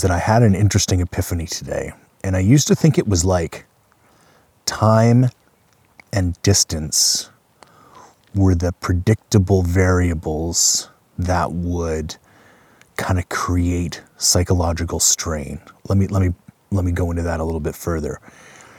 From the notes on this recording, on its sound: He took a field recorder with him on his latest adventure and tried to record a live hunt podcast as best he could.